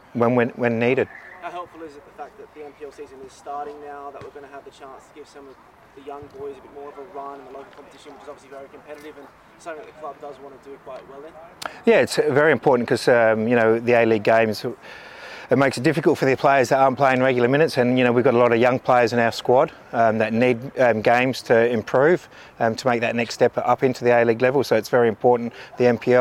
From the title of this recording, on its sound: Round 17 press conference